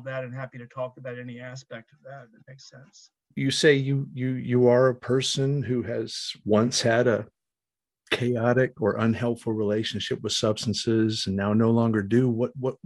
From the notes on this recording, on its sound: Recorded 10.24.2022 in NC & MD on Zoom.